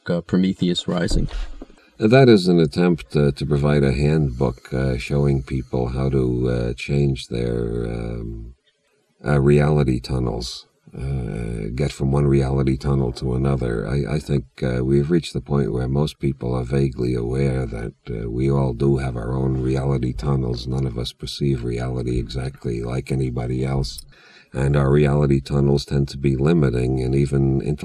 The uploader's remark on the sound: Recorded in a car in the Santa Cruz mountains during a rainstorm. Digitized, remastered and edited in May, 2023.